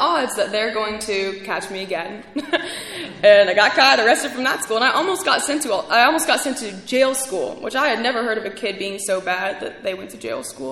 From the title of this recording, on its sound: speaking at ARVANA convention 3/2023